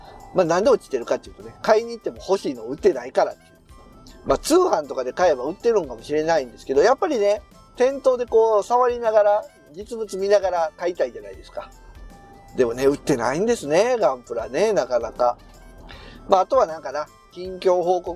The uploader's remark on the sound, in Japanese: 帰りの車中。